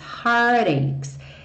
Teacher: Aqui ele reduziu o T para heart aches, heart aches.